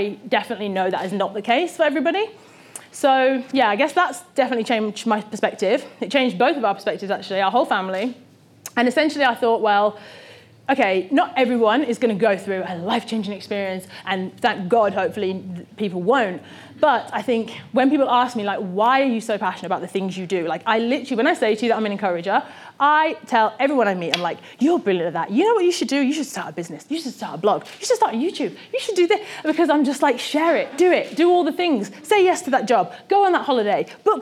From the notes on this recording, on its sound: This talk was recorded at Vevolution Topics: Health and Wellbeing 2018